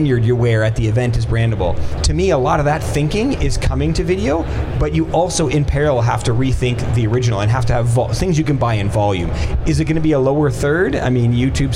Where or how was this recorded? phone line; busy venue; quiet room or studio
busy venue